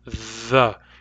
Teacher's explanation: The is an interdental sound. It's made with the tongue between the teeth.